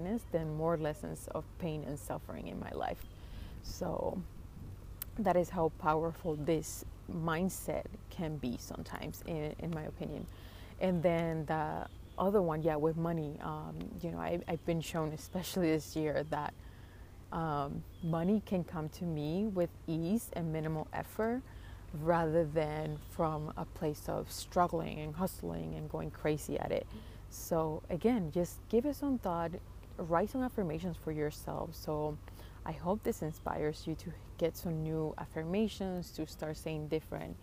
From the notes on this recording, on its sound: Today’s episode was a very spontaneous one I recorded while sitting by a tiny lake near my house.